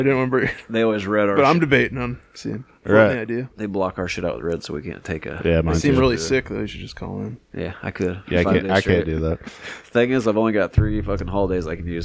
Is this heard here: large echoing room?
no